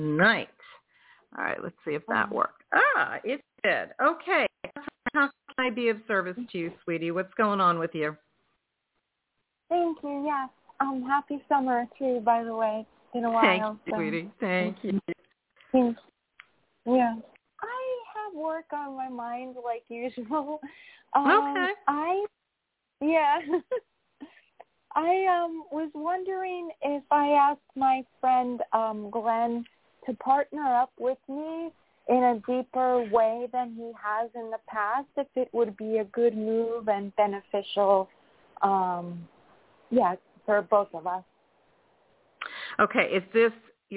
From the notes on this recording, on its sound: in response to callers' questions